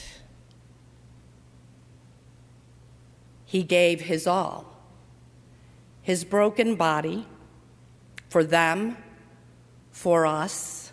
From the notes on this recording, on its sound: during the 7:00 PM service on Thursday April 18, 2019, at First Presbyterian Church of Arlington Heights, Illinois